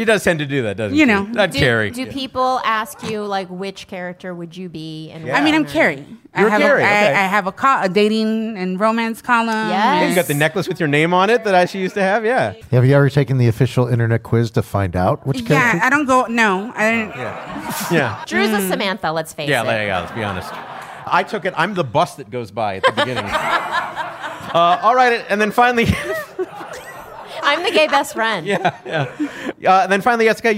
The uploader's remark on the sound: Brand new live-audience episode of Go Fact Yourself. This episode was produced in conjunction with KPCC and recorded live at the Crawford Family Forum in Pasadena.